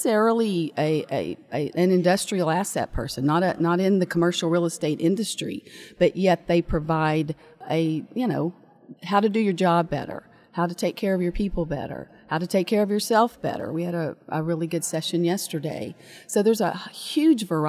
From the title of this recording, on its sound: Live at IAMC Spring Conference